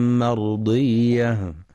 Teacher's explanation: وكلمة مرضية الراء مفخمة لأنها ساكنة وقبلها فتح